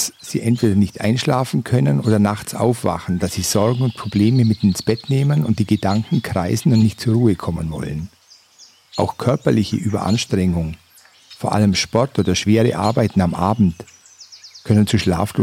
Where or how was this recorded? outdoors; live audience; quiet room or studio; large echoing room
outdoors